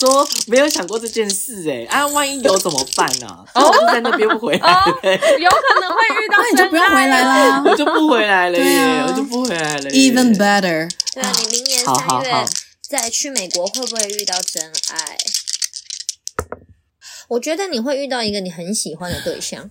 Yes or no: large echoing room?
no